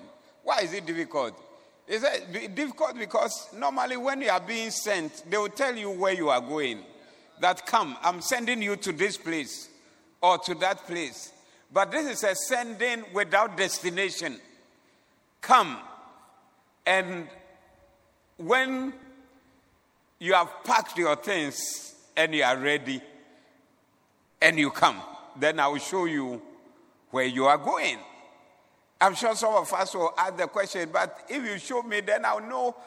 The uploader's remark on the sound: Preached at the Doxa Service